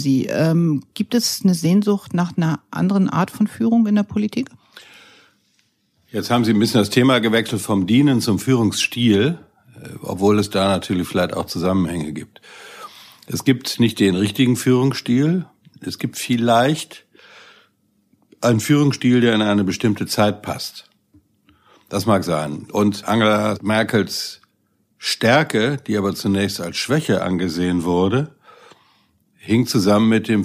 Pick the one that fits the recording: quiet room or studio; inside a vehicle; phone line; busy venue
quiet room or studio